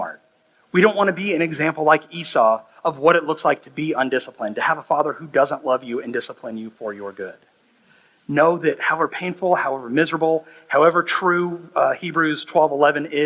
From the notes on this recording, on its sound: This sermon was preached 5-21-23 at High Pointe Church in Altoona, IA.